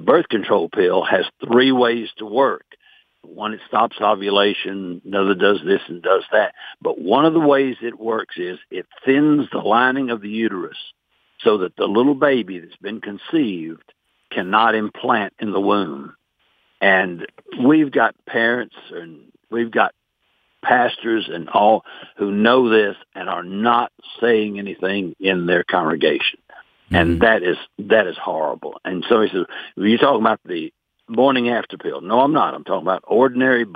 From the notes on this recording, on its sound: Today's Phone Guest.